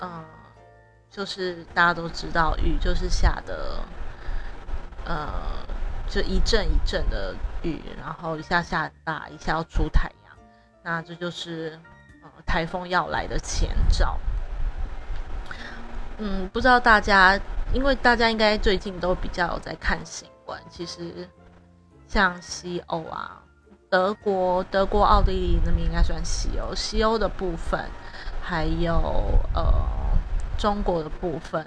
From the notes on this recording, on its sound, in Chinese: 一開始就會有大雜音，建議大家把音量調小。因為錄音設備配置區域有改變，又風扇風力開太強，熊熊直接吹進麥固。回播時確定造成雜音，請見諒視聽，之後會把電風扇調小～超熱。